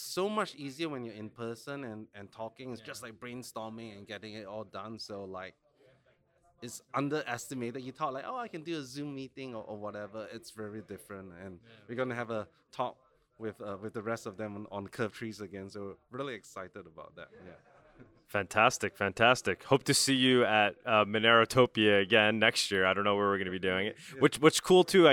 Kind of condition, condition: setting, busy venue